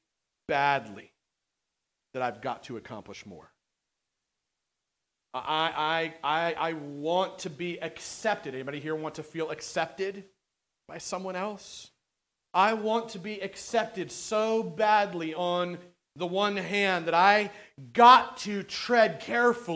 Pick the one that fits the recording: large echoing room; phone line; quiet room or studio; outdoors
large echoing room